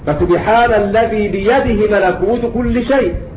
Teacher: قرأ يعقوب بقصر الهاء يعني بإثبات الكسرة ولكن بدون مد